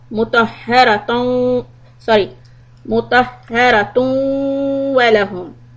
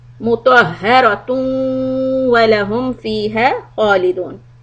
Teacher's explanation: Imagine the big shadda, mutahharatun wa lahum. So ta dhamma tu, and make a nasal sound tu, and hold it.